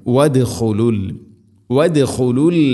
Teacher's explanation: വദ് ദാലിനെ ഖൽഖല ചെയ്യണം